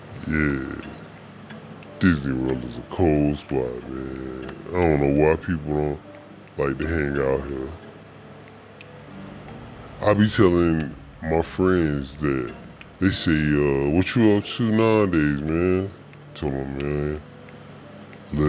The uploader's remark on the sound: Talking on The Phone In The Magic Kingdom Disney World